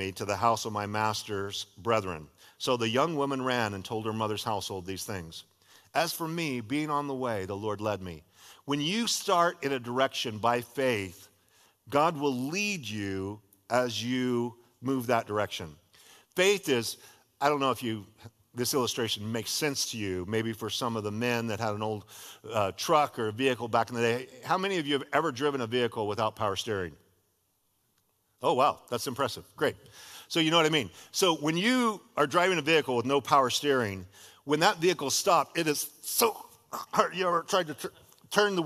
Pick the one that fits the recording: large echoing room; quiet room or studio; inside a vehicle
large echoing room